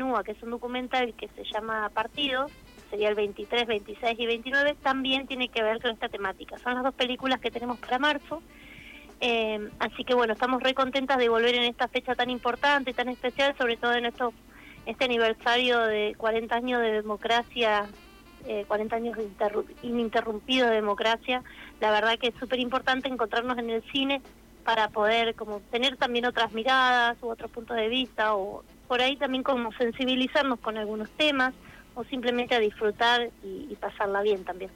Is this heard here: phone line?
yes